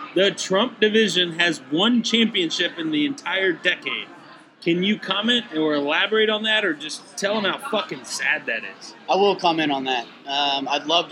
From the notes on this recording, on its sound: Live from Boulevard Brewing Company